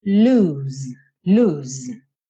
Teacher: O verbo aqui é com um O só, lose, mas a pronúncia dessas duas palavras, tanto com um O quanto com dois O's, é a mesma, é esse U comprido